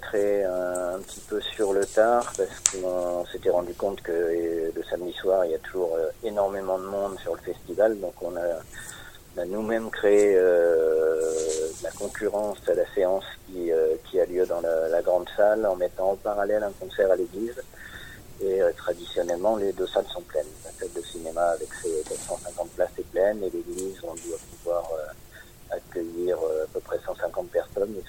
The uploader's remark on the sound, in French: Interview téléphonique